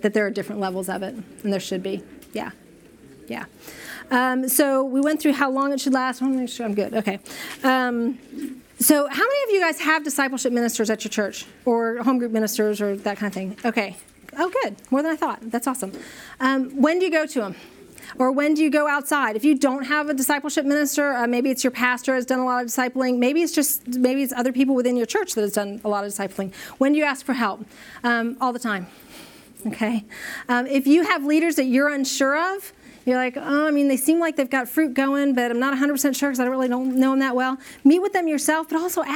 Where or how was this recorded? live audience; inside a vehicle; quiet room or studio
live audience